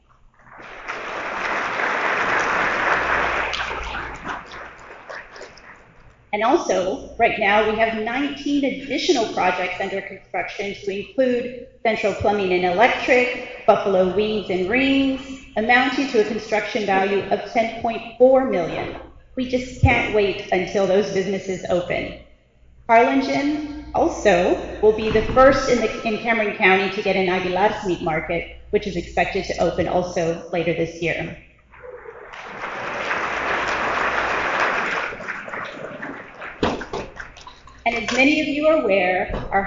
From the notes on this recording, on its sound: About 800 persons were in the audience.